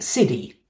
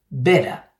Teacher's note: voiceless t is often voiced between two vowels as d